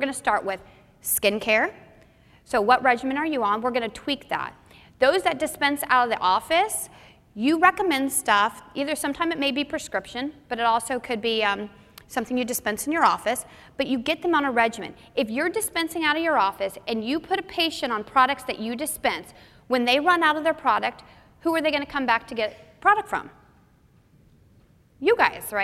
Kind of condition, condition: setting, live audience